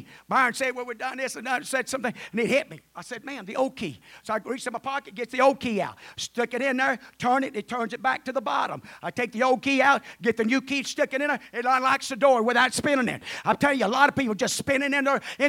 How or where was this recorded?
large echoing room